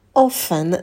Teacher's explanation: After и долгий u, noon, in the afternoon, Tom often, на t, на Tom, добавляем придыхание, often, на звуке f, можно посидеть подольше